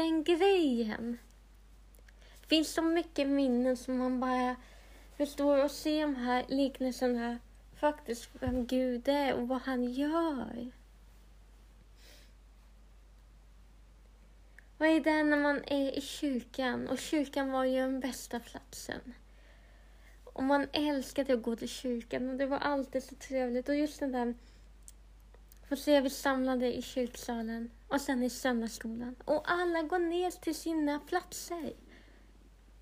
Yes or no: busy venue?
no